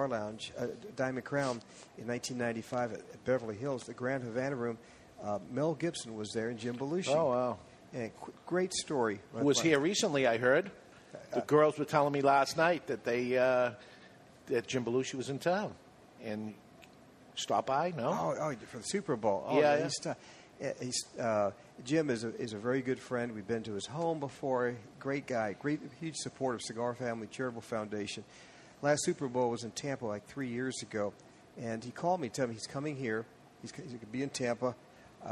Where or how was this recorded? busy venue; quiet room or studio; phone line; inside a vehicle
busy venue